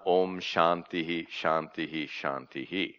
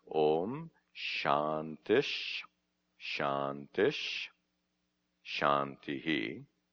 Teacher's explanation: when you have this Visarga preceding a shakara, the letter sha, the pronunciation of that Visarga becomes like the following letter · Shown in: second take · Term: correct Vedic pronunciation